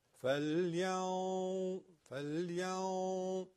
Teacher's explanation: هر وقت تنوین یا نون ساکنه به حروف مابقی رسید که اخفا میشه، اگر اون حرف مابقی جزو حروف مفخم باشه مثل اینجا که ضا هست، خود اخفاء ما هم بوی اون حرف رو درشت رو میگیره، پس اخفاء هم تفخیم میشه